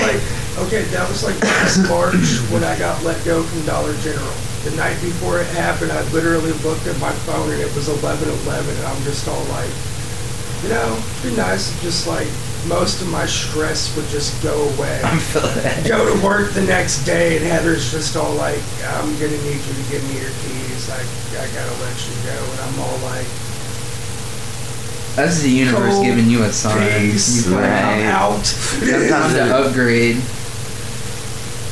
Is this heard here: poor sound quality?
yes